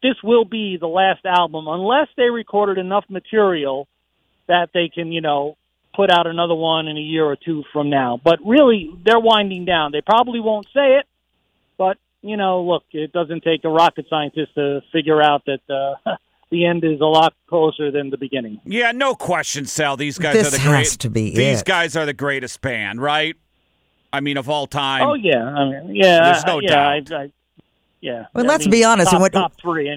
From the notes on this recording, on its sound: GIVES US A CALL FROM LONDON